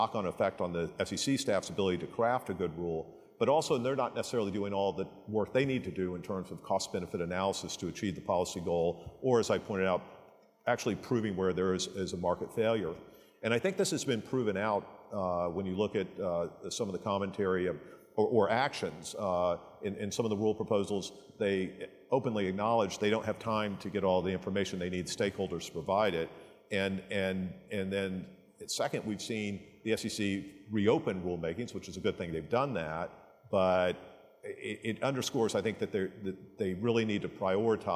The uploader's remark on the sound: A Conversation from SIFMA Ops. Discussion at the 2022 Operations Conference & Exhibition.